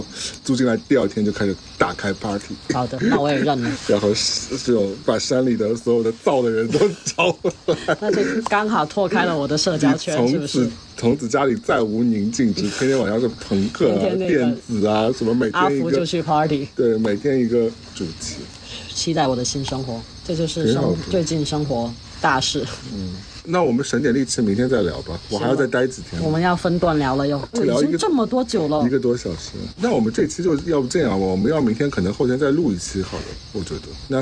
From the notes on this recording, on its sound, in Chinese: 本期为室外录音